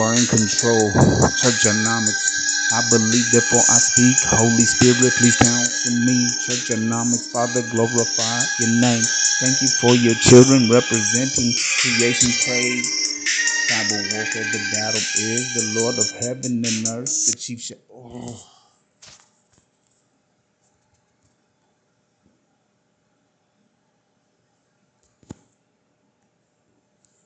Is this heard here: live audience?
no